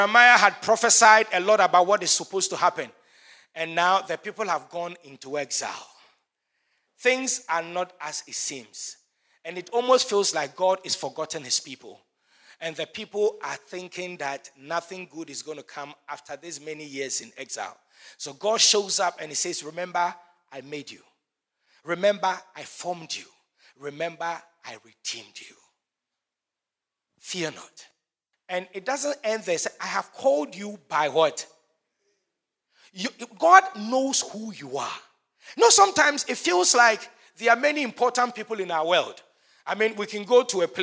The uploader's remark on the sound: Sermon preached at CBC Shiashie Campus